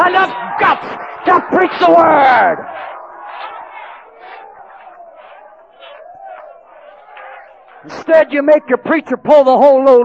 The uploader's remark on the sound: preaches ACI/AMF Midwinter Conference in Decatur, AL